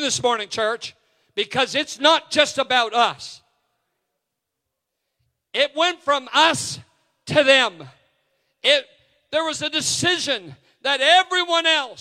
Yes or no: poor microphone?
no